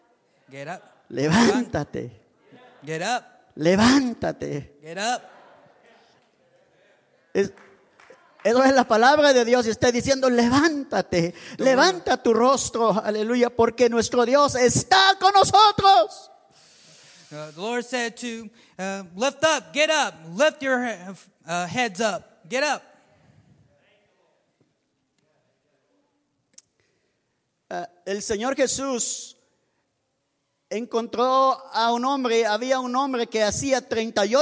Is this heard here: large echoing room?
yes